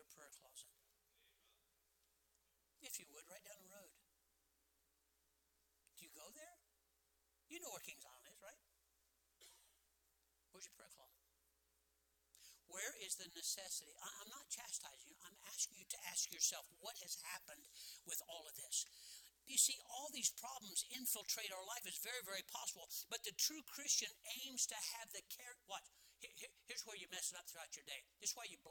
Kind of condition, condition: setting, large echoing room